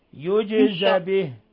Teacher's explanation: هذه فتحة الزاي مفتوحة وليست بعدها ألف